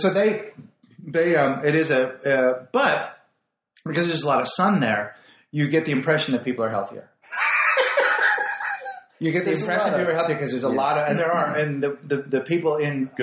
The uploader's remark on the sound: WARNING: WE BLEW IT WITH SOUND UNTIL AROUND THE 10TH EPISODE.